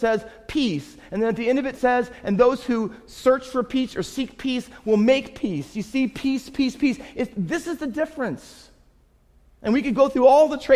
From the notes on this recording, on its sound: Faith Baptist Church in Hamilton, NJ.